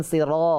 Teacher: র এটা মোটা হবে, পুর হবে, সাথে আলিফ মাদ্দা হয়েছে।